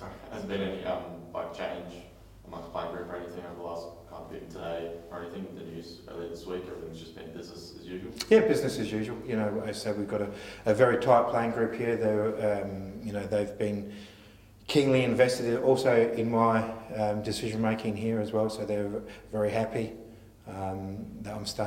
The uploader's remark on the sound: Round 23 press conference.